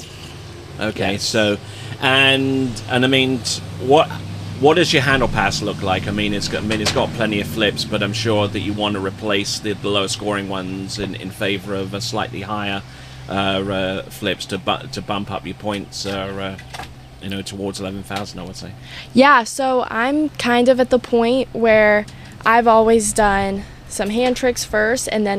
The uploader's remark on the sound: recorded at the Isles of Lake Hancock